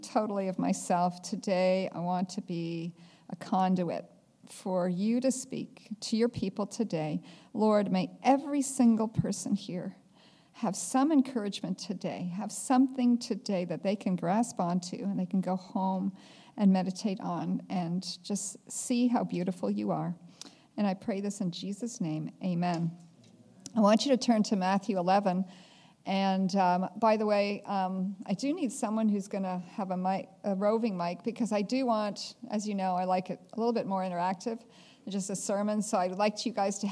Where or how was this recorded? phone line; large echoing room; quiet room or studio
large echoing room